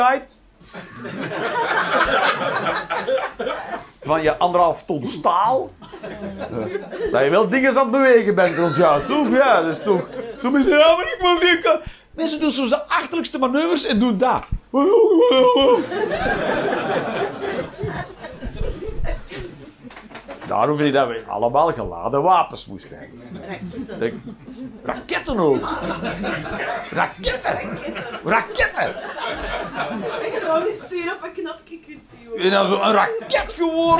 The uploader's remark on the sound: Live 19 April 2023, The Joker, Antwerpen